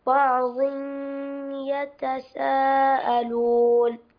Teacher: فالتنوين وبعده الياء فتأتي بالغنة